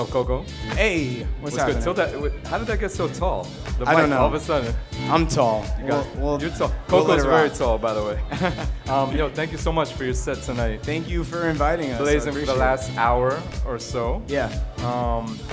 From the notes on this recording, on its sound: Originally broadcast live on January 3, 2019 from the storefront of Kinfolk 90 in Williamsburg, Brooklyn, New York City. Broadcast live on WAXX.fm.